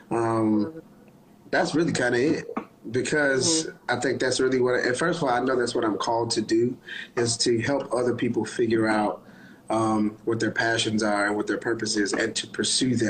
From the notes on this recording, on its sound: Had the chance on Instagram Live